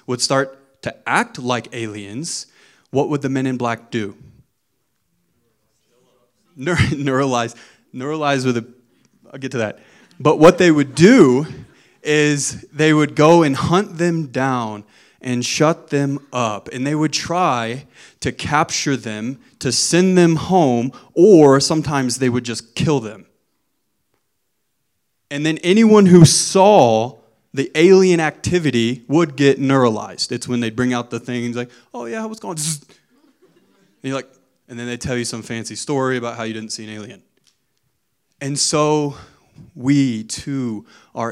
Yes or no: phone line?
no